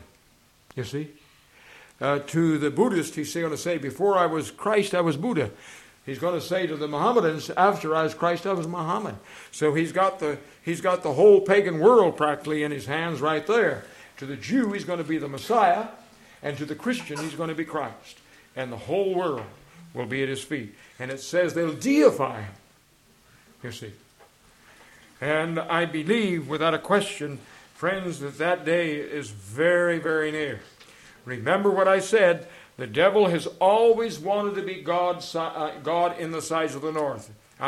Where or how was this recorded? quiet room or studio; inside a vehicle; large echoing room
large echoing room